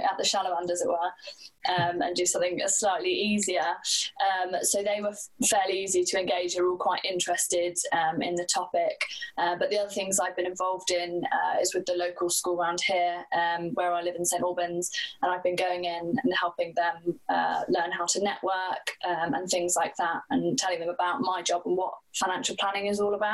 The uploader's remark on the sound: Roundtable. Joined on Zoom by a plethora of enthusiastic participants.